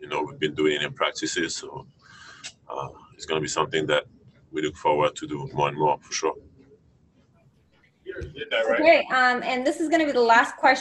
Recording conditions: video call